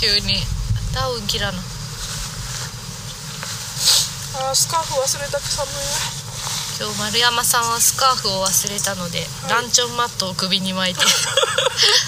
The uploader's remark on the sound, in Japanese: 若杉山。山での収録と下山後のアフタートークを合わせて作っています。